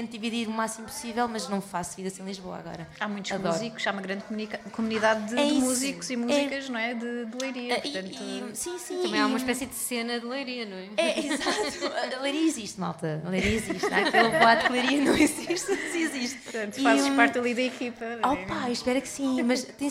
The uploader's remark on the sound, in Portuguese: para quem assistiu a tudo ao vivo